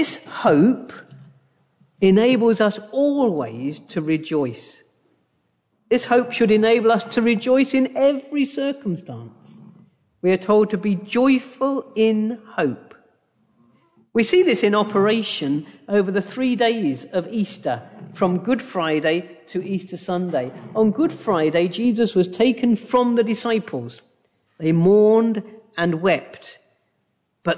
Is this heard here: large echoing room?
yes